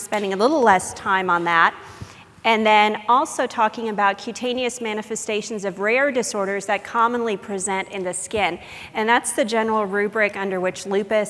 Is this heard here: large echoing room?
yes